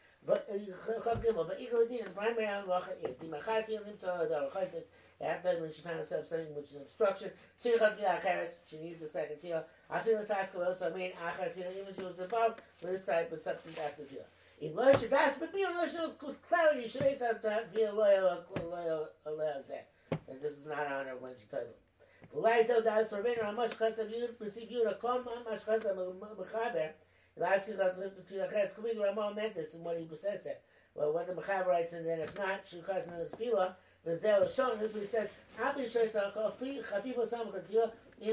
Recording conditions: poor microphone